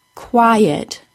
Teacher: quiet is a two-syllable word, stressed on the first syllable, quiet. Secondly, the word quiet is pronounced with two vowel sounds next to each other.